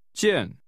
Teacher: The measure word for luggage is pronounced with a falling tone.